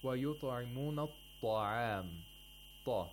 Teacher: to pronounce طَ at the second highest level, the mouth should be slightly open vertically